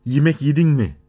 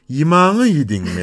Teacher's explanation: Ama son hecelerde bu sefer E'lerin genişlediğini A'ya döndüğünü görüyoruz. · Shown in: second take